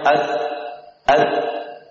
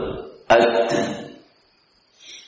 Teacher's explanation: Untuk mengucap huruf ta ada 2, ta yang sukun ada 2 tahapan. Pertama dia syadid, tertahan, tertutup makhrajnya ad ad, baru dilepas, dihembuskan padanya nafas yang mengalir